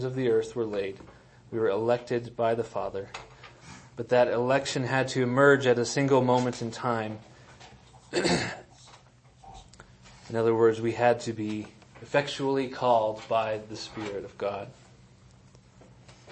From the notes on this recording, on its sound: Sermons and audio recordings of Trinity Reformed Church in New Castle, Colorado.